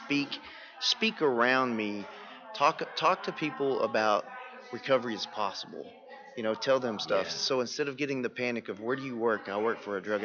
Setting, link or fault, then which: setting, busy venue